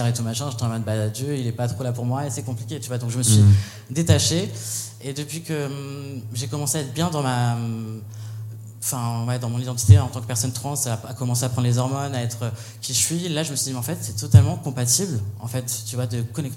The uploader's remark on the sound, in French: Cet épisode a été enregistré le 9 octobre 2021 en live depuis le festival Les Chichas de la pensée, aux Magasins Généraux, et grâce aux Ateliers Médicis.